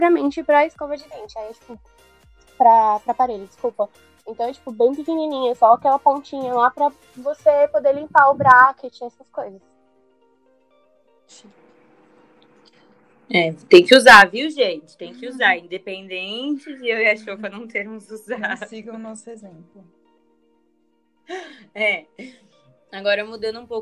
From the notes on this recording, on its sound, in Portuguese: O episódio de hoje sofreu algumas falhas técnicas de áudio